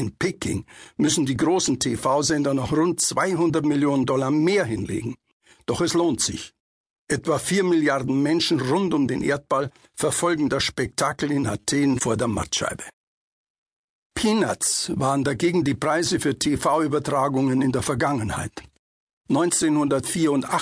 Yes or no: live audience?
no